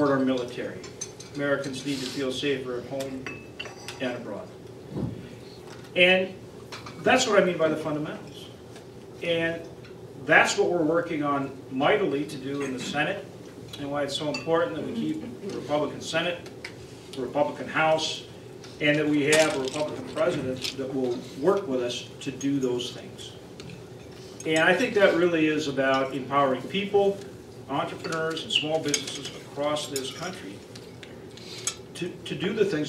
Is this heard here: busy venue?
yes